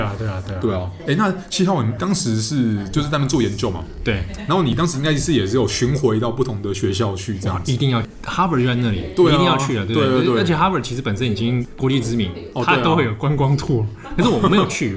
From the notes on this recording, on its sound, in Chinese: 本集白噪音指數：柔風級 3/5。剛踏入這家文具店錄音時，原本以為現場不太能打擾到其他客人，而輕聲細語了一分多鐘，但後來——後來就放開來聊哩。錄音地點：直物文具 Café。